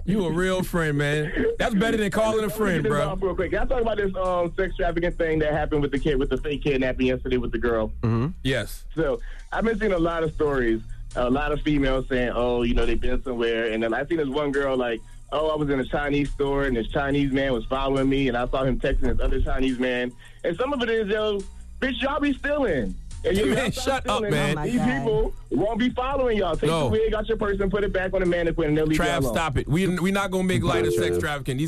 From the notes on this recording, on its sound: Today on the show we opened up the phone lines.